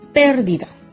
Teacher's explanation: Su sílaba tónica está ubicada en la antepenúltima sílaba. · Term: esdrújulas